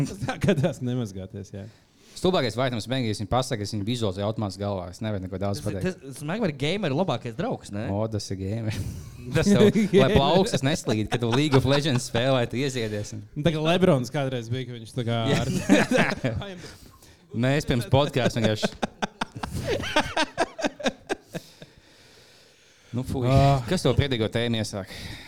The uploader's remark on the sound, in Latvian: Ieraksts no Live epizodes Cēsīs Fonoklubā